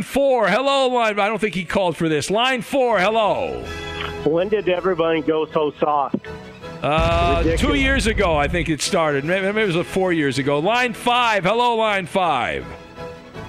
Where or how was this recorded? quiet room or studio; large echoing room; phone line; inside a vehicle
phone line